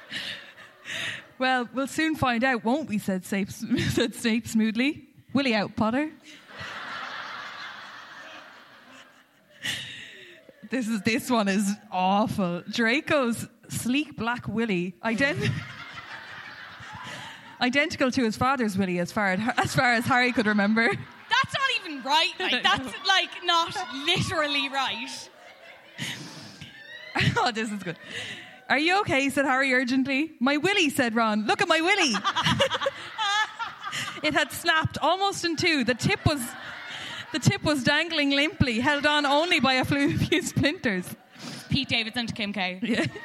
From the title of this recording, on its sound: Live at Liberty Hall